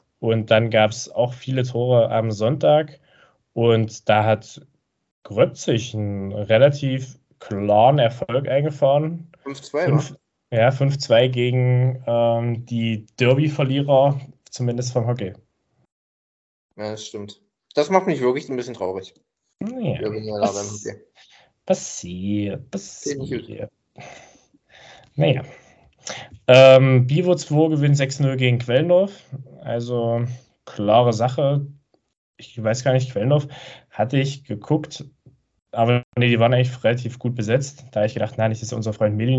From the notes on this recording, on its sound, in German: Wir haben eine späte, übermüdete und digital aufgezeichnete Folge gemacht. Auch digital aufgezeichnet, mit allen Problemen, die es mit sich bringt, aber dafür war es doch solide.